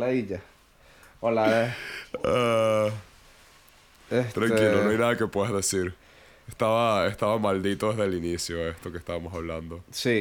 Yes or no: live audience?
no